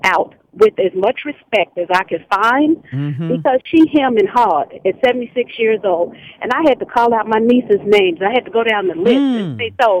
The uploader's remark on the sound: Opens up the lines to the listeners. The callers joined the conversation and shared their thoughts on the debate.